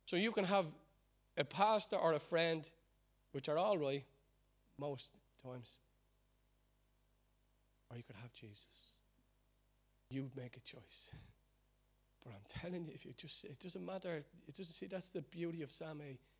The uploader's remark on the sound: Recorded live at Liberty Church on 5th May 2019